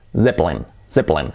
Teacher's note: la E de en medio, la segunda E, pues prácticamente casi se omite